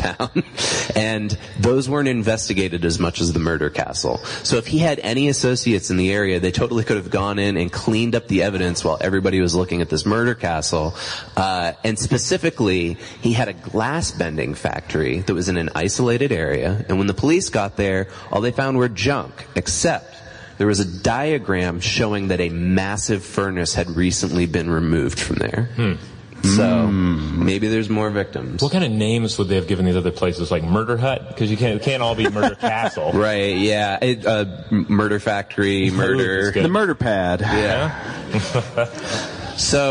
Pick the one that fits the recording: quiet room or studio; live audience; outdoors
live audience